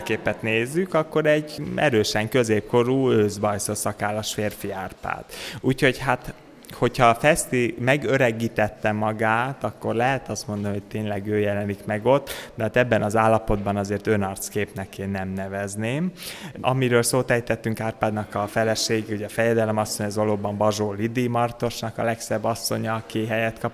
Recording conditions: busy venue